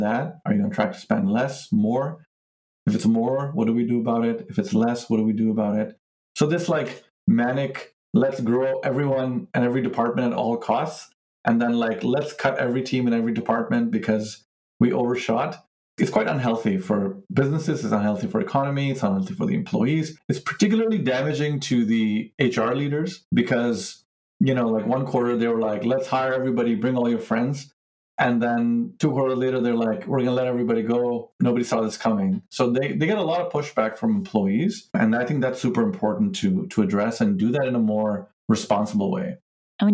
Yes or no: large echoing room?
no